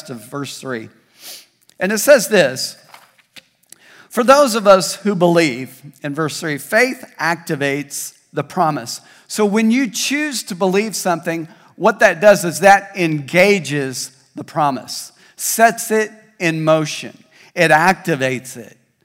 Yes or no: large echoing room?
yes